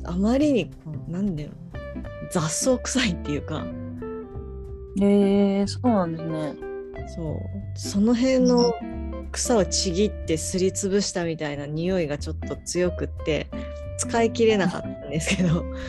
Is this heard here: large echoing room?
no